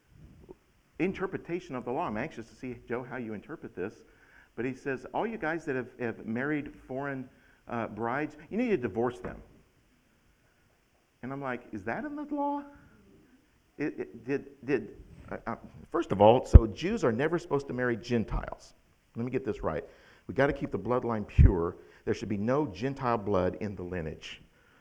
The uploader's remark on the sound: October 17th, 2021 at The Well, an Acts 29 and Converge Heartland Church in Hastings, NE